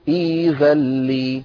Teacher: السطر الأخير عندنا في سورة التوبة في الآية 49 ومنهم من يقول ذلي ولا تفتني، يقول ذلي، انظروا إلى الشاشة يقول ذلي، الهمزة ساكنة، عندما نبدأ بهذا الفعل يصير ائذلي، فتصادمنا القاعدة التي أسلفت ذكرها فنبدل الهمزة الساكنة ياء فيصير إيذلي